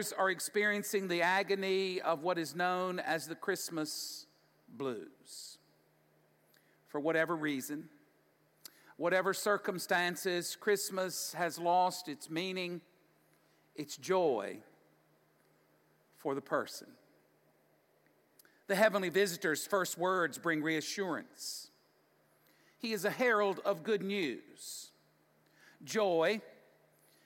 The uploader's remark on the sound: Audio taken from the Crosswalk Worship Service.